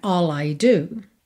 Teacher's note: All I, você pode juntar no L mesmo, né?